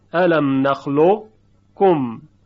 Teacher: در قاف صفت استعلا و تفخیم هست، موقعی که ادغامش میکنن در کاف در یکی از وجوه این صفت درشتی صدا رو باقی میگذارن · Term: ادغام ناقص